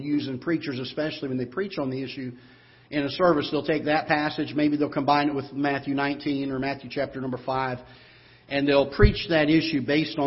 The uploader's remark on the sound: Ketha Heights Baptist Church ~ Live Broadcast